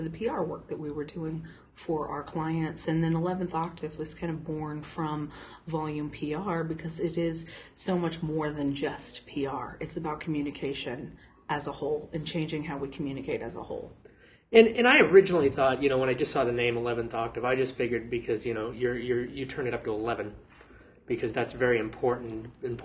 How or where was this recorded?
busy venue